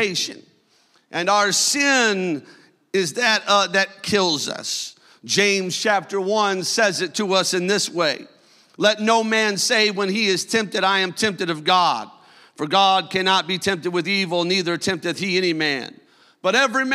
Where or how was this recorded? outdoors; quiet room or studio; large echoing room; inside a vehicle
large echoing room